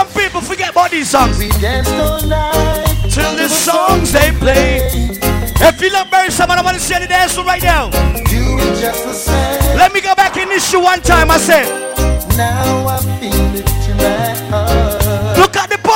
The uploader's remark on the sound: PHOENIX LOUNGE FEVER SATURDAYS MARCH 9TH.2019 LIVE AUDIO. VIRGINIA BEACH.